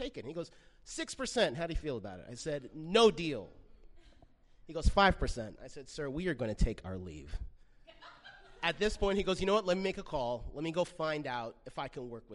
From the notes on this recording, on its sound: Recorded live 10.03.16 in Los Angeles.